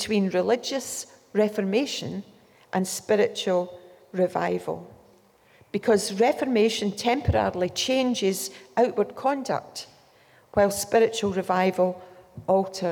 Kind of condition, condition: setting, live audience